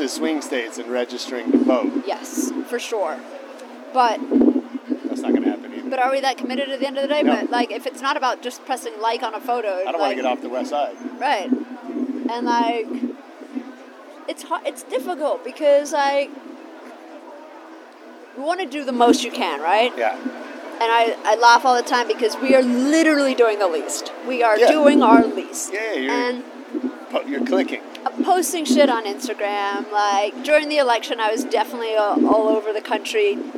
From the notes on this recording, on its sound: LIVE from Cannes Lions. At the Cannes Lions Festival of Creativity and we sat on the rooftop of the FQ Lounge overlooking the Bay of Cannes. The audio is a little funky because we're outdoors but our expert producer was able to make it sound pretty good.